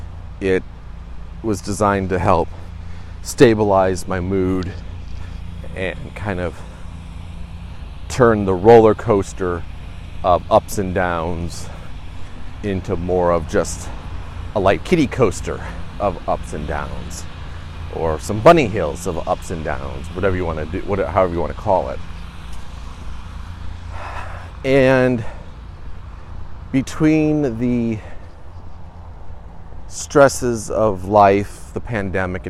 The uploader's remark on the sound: walk and talk